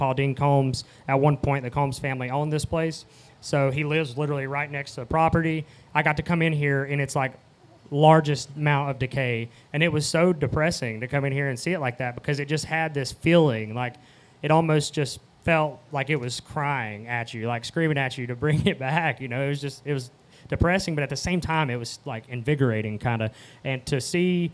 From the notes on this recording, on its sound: Tuesday Q&A Session Live from North Wilkesboro. We have a special bonus episode live from North Wilkesboro Speedway.